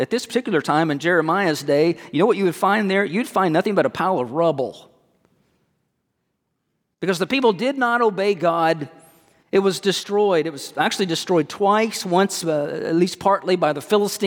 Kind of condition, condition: setting, large echoing room